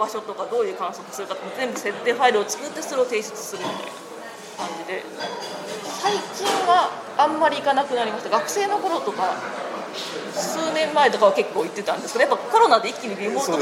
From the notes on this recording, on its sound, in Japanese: 録音場所の関係で周囲の音が大きく、聞き取りにくいところがあるかもしれませんが、ご了承ください